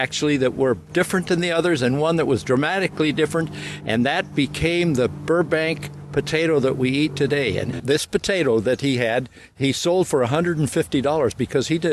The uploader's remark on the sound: During our visit to the Luther Burbank Home and Garden. My method of operation for conducting many of these “on the road” garden interviews is fairly haphazard: driving to a destination, I’ll see something interesting along the way. I’ll pull over, get out my microphone and recorder, and grab the first person who knows something about wherever I am - and is willing to talk - and I then turn on the recorder.